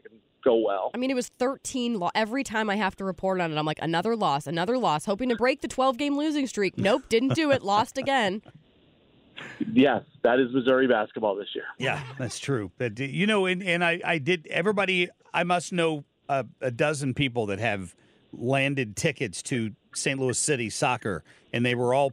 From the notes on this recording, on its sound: Calls in from Spring training. Live from spring training.